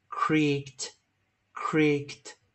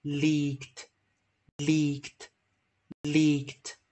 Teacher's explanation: 因为 k 是清辅音，所以 ed 要念 t